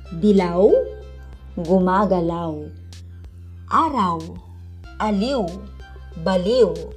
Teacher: Patinig na A at malapatinig na W na magiging aw at patinig na E at malapatinig na W upang magiging iw. · Term: diptongo